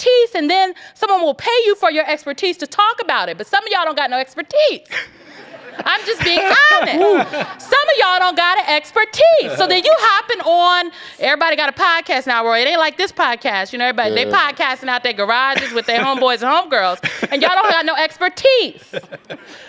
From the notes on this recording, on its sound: Beyond the Scenes LIVE at SXSW. In this live edition of Beyond the Scenes from South By Southwest in Austin, Texas.